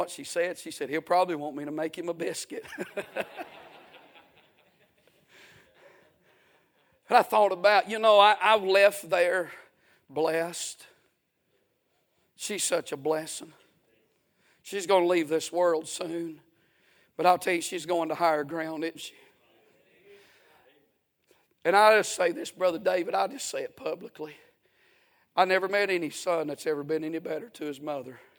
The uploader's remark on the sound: A sermon preached Sunday Evening, on May 14, 2023.